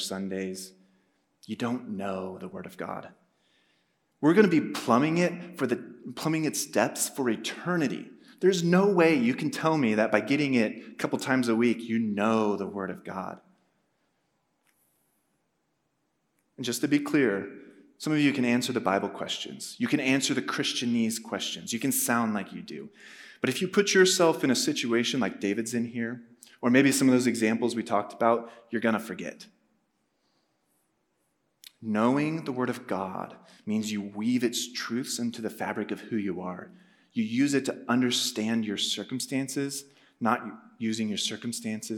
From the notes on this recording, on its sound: At a Thursday Night Gathering of Coram Deo College Ministry.